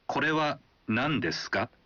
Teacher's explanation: Jika Anda menambahkannya di akhir sebuah kalimat dan menyebutkan kalimatnya dengan intonasi menanjak, artinya Anda mengajukan pertanyaan